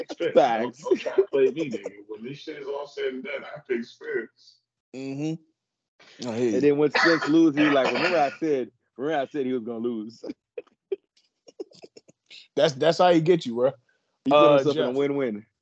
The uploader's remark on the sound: Excuse the technical difficulties in this episode, sever thunderstorms have our wires fried.